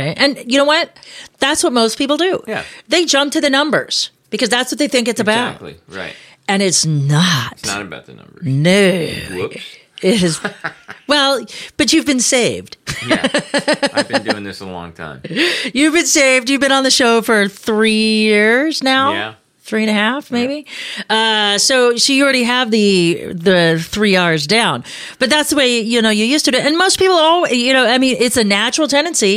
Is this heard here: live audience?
no